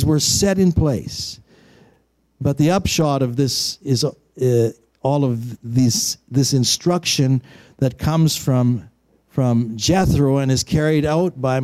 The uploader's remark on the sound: Recorded on May 17, 2020 at THRIVE Church Vancouver, Canada